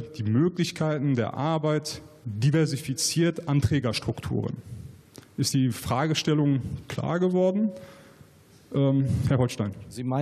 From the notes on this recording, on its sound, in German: Nordfunken: Wahlarena 2020. Dazu beantworten die Kandidat*innen auch Fragen aus dem Publikum. Wahlarena 2020 in Dortmund.